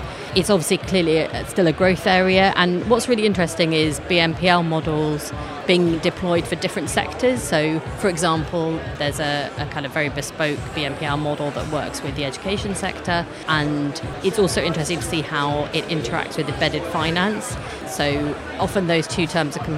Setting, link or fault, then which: setting, busy venue